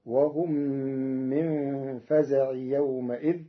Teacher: قرأ ورش كلمة فزع بغير تنوين